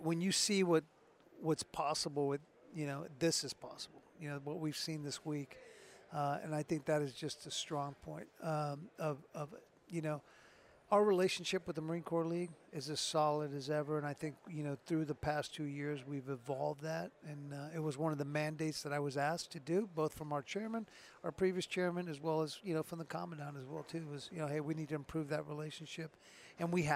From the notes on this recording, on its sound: This week we are recording from the floor of Modern Day Marine so that we can bring you the events and personnel of this outstanding convention as it’s going on. We got the boss on the microphone to give us his thoughts and impressions of Modern Day Marine 2023.